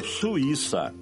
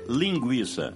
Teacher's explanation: estamos falando de hiato, U, I, pronunciado separadamente · Shown in: first take · E por isso o I, que nesse caso é tônico, leva acento.